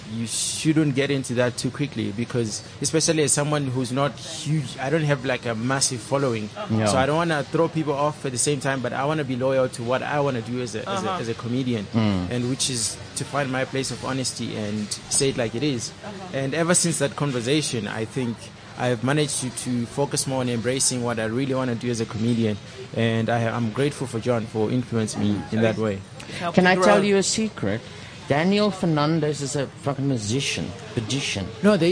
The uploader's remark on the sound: Live from the Lifestyle Home Garden